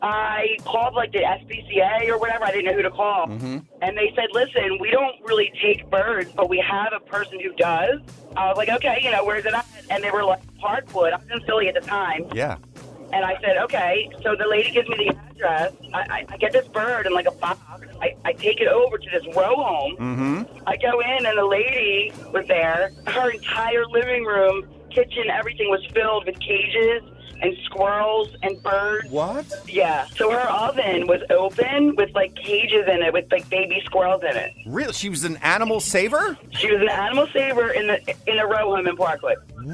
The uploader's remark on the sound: Listeners call in to share their stories of saving animals.